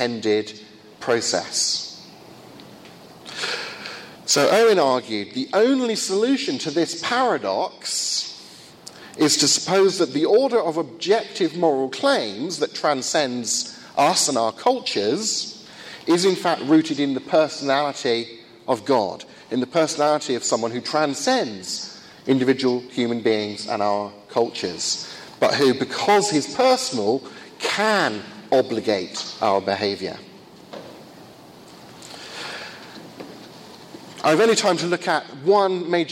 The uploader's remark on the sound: First of two lectures at a conference in Finland